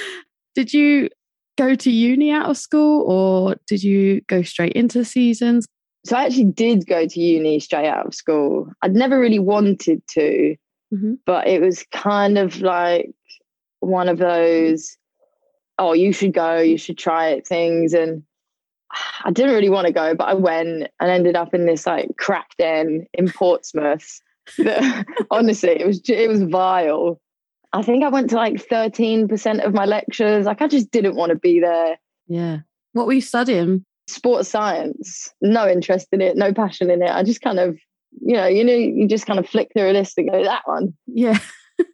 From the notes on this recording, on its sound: Full disclosure, there were a few sound issues on the Zoom calls for season two, but what it lacks in sound quality it makes up for in content.